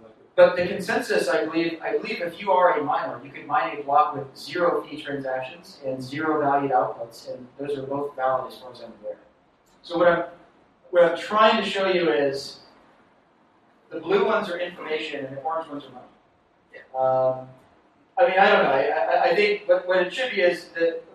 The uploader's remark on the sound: from the unwritten meetup in New York City at The Farm coworking and event space in SOHO